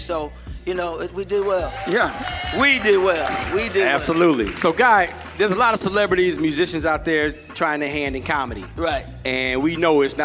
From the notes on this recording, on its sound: Live at John A. Merritt Classic in Nashville. Live at Tennessee State University, a HBCU, in Nashville, TN. While broadcasting live at TSU.